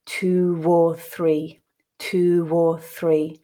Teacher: we notice that that W letter from two is pronounced when linking with or, two or three. · Term: intrusive W